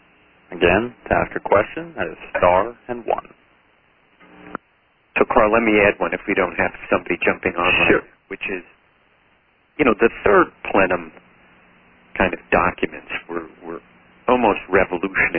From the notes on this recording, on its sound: On-the-record teleconference. A question and answer session followed the speakers' remarks.